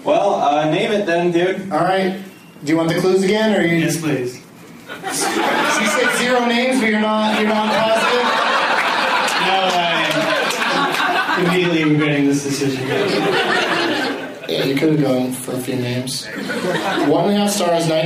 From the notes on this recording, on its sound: against audience members at Zanies in Rosemont, IL.